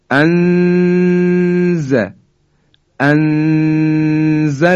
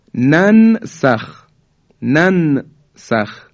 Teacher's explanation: حالا نون ساکن رسید به حرف سین به این شکل اخفا میشه